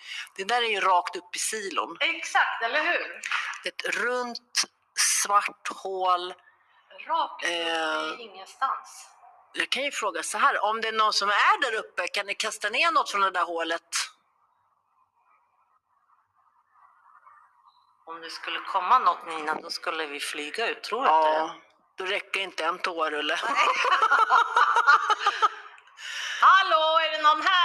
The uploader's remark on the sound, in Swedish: Ledsen att ljudet inte är det bästa!